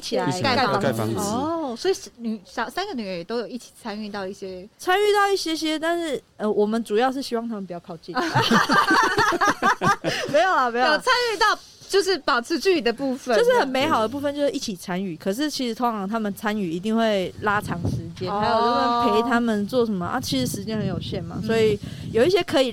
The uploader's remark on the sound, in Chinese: 本集因戶外錄製偶有環境音干擾，敬請見諒！